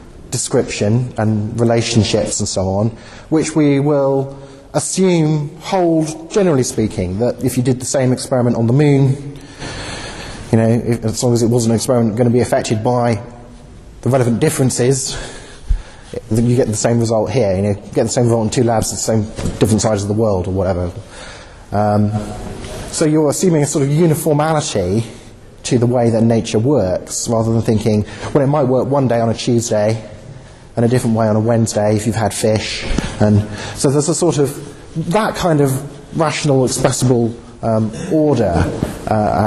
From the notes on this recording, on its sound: Talk given at the 'Christians in Science' Student Conference, London